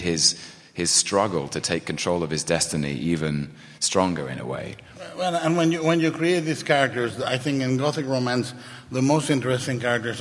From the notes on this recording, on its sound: Live at SDCC.